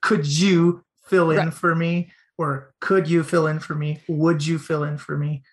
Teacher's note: Could and would are spelled with a D, but we throw that J sound with the pronoun you.